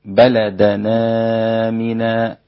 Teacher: بنقل حركة الهمزة إلى الساكن قبلها